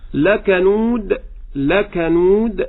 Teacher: الكاف لابد من الاهتمام بهمسها، والواو لا تحمل الغنة، يعني لا أقول لكنود غنة النون.